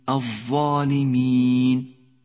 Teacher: حرف الظاء وحرف الذال يشترك معهما حرف الثاء، عند نطقهما يجب أن يلامس رأس اللسان طرفي الثنيتين العليين